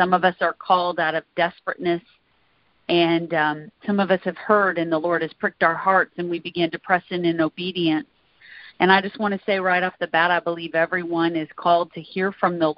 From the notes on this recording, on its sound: Recording from the weekly "Intercessors Arise!" conference/training call.